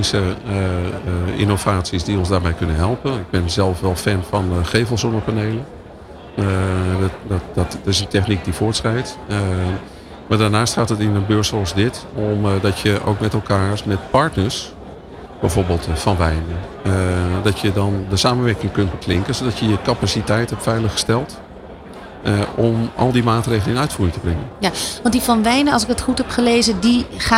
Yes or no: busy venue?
yes